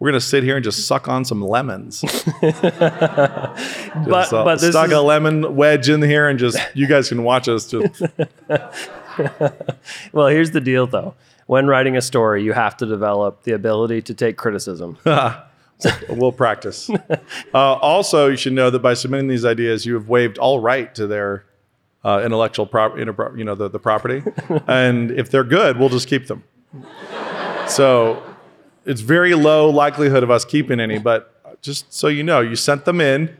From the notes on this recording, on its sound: The SASF guys take on another studio audience of more than a hundred high schoolers visiting Moscow for New Saint Andrews College's Called Conference.